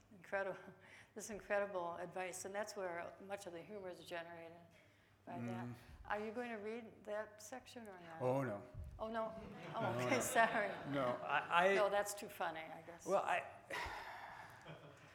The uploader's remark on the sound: Recorded at 92nd Street Y on July 11, 2018.